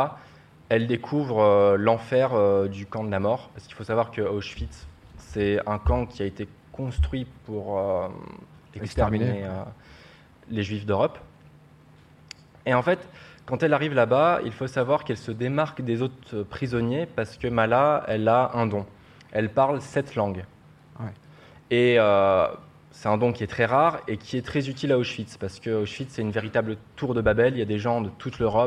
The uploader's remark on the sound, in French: cette première en public